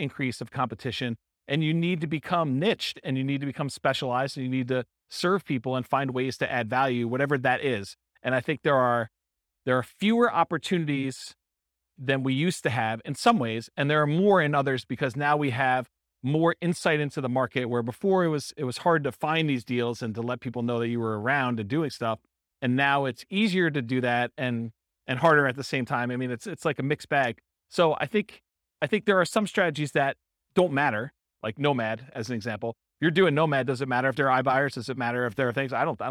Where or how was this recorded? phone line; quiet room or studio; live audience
live audience